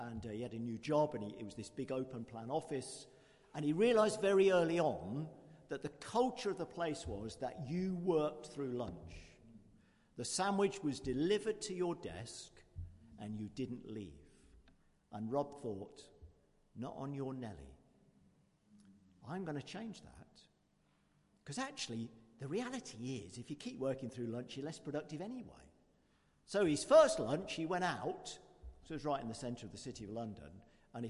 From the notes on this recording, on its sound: Christ Church, Bayston Hill (UK)